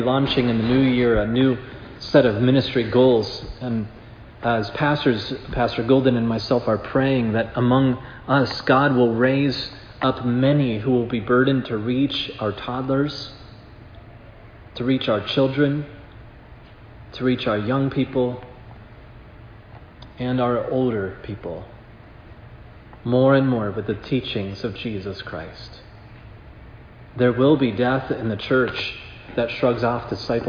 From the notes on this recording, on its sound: This sermon was preached at Providence Church on October 30, 2022.